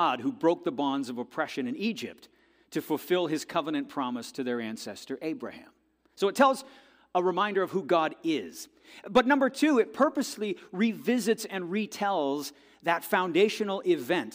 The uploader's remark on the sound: This audio is taken from the December 31, 2023 worship service at FBC Charlottetown.